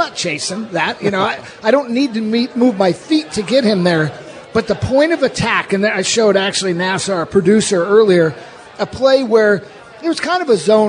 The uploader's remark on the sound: live at Pearl Bar and Dining in Bellevue's Lincoln Square